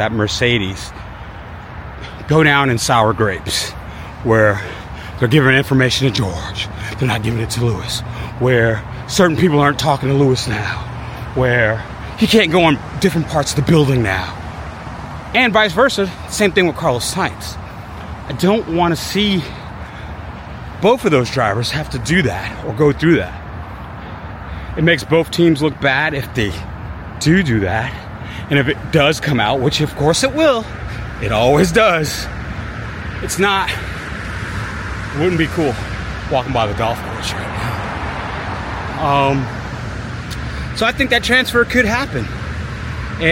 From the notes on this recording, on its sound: This episode recorded on my walk through the park, so outside noise is included.